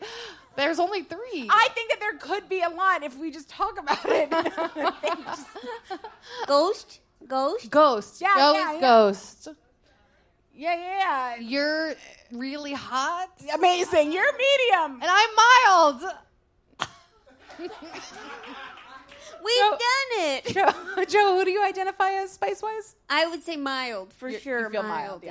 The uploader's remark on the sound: Please enjoy this re-release of our LIVE SHOW. Record How Were U Brainwashed LIVE at the Green Room 42.